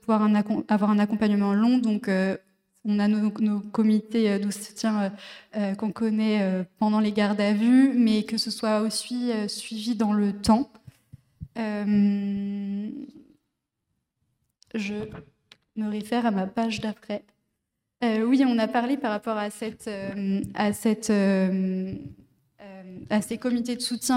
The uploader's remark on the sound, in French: AuPoste en public. Rencontres Radicales Alternatiba. Pendant plusieurs jours, Alternatiba Paris organise son raoût d’agit-prop (ex-camp climat).